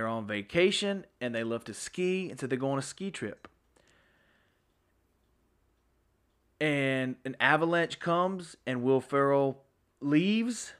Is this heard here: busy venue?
no